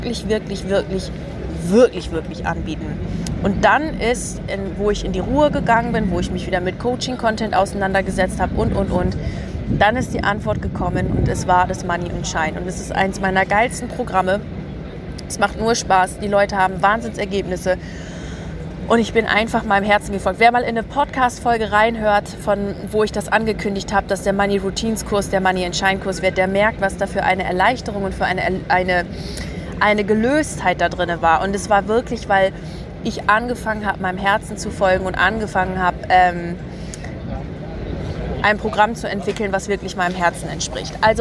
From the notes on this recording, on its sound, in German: Eine Folge aus Venedig. Die ich an meinem Geburtstag direkt am Meer in Venedig aufgenommen habe. Das Ganze habe ich Tiramisu essend und Cappuccino trinkend am Wasser für Euch aufgenommen. Diese herrliche Atmosphäre und Vibe kommt so in der Folge rüber.